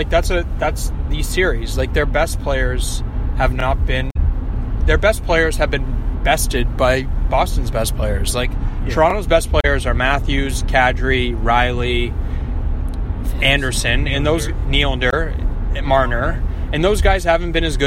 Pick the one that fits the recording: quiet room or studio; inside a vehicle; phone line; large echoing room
inside a vehicle